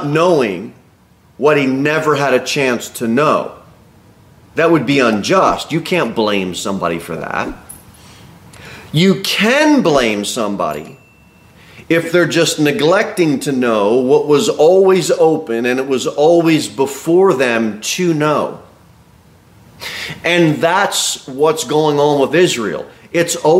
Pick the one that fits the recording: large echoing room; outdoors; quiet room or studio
large echoing room